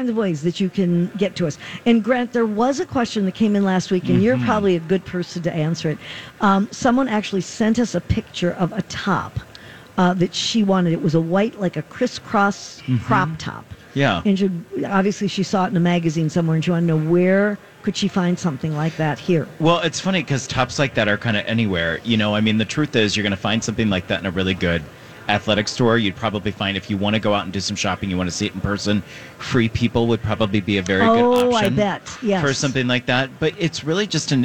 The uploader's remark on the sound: Live at Minnesota Golf Show